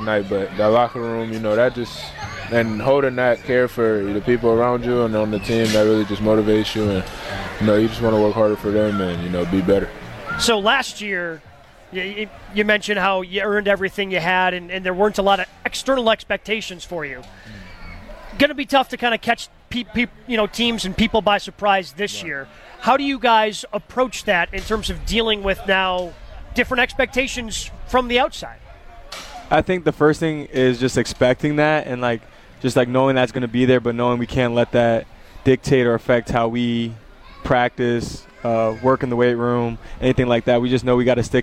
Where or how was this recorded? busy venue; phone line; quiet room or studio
busy venue